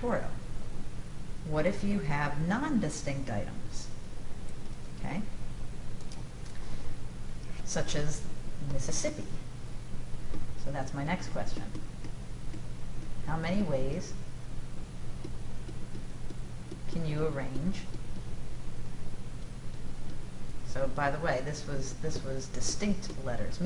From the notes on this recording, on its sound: This is a recording in front of a live classroom.